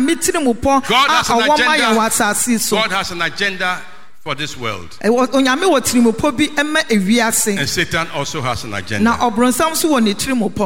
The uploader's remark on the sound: Sermon preached at CBC Shiashie Campus